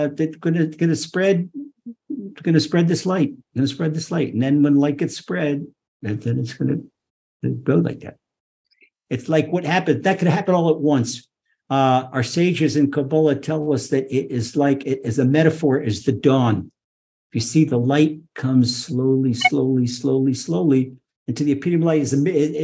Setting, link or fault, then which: link, video call